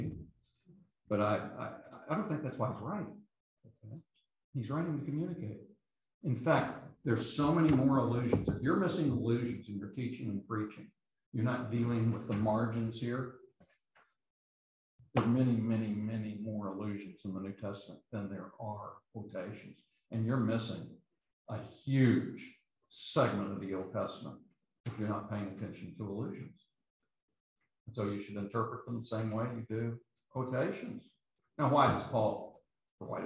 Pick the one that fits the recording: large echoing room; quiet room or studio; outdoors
large echoing room